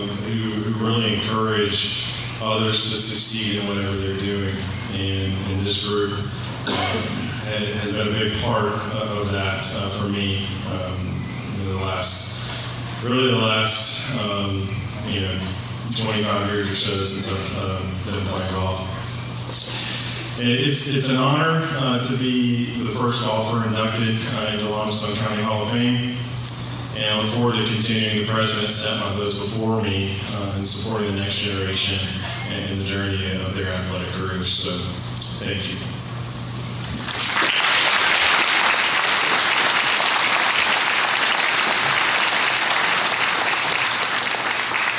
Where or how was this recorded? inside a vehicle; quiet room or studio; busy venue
busy venue